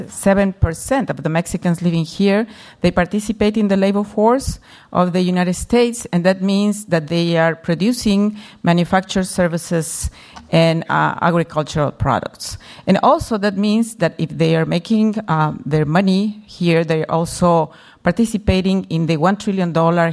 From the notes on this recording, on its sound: Midday address to the Mexico Moving Forward 2015 conference hosted by the Center for U.S-Mexican Studies at the School of Global Policy and Strategy, UC San Diego.